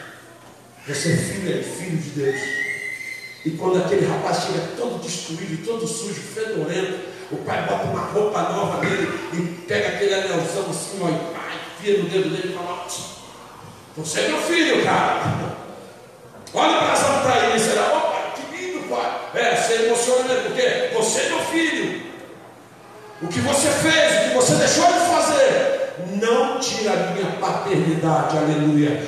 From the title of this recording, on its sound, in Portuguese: Ao Vivo na Casa de Louvor